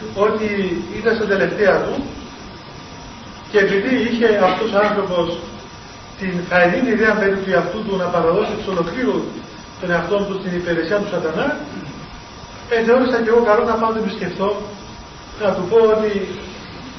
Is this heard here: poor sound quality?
yes